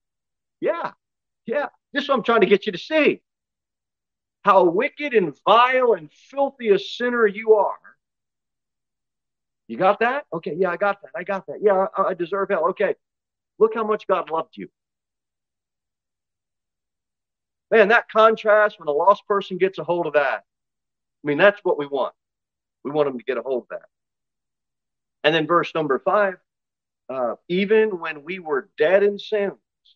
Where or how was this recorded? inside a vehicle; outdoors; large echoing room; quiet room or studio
large echoing room